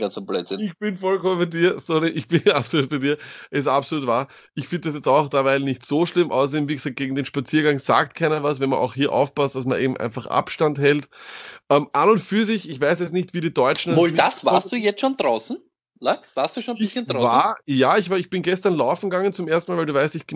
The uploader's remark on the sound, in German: Deswegen gibts den Stoned Lack Fantasy Football Podcast zum ersten Mal per Skype...